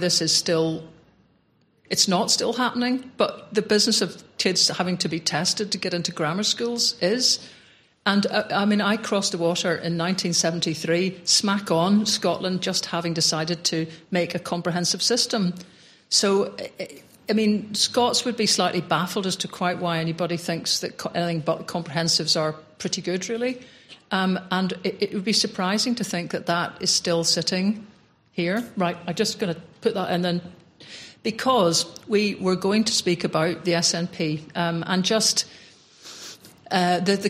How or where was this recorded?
live audience